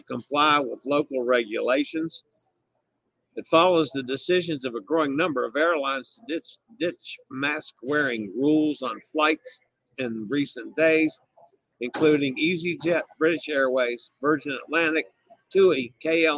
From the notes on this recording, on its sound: LIVE from Adventure of the Seas in the Gulf of Mexico